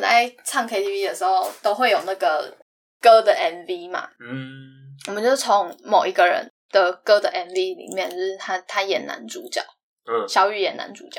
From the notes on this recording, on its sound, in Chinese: 本集麥克風收音有點nono，請大家見諒，我們正致力於優化錄音品質。